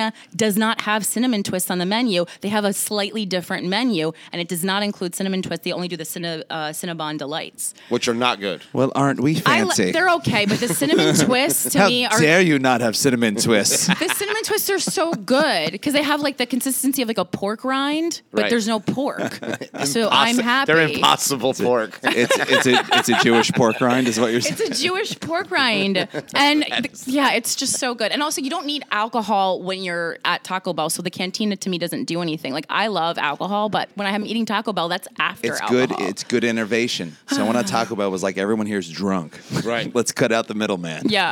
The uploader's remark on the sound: This episode is audio only (before we started doing video). At La Cubana NYC in the Meatpacking District.